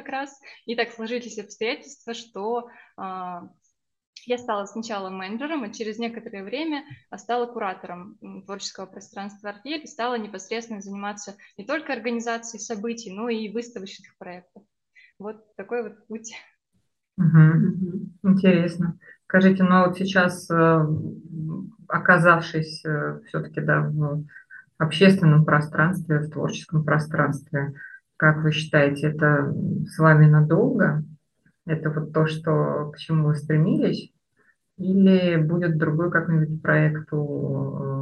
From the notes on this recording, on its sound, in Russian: в этом выпуске у нас случилась беда со звуком, и он, к сожалению, получился не лучшего качества